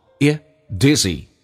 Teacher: 记住这是一个短元音 e，以嗓子眼发力，声音往后靠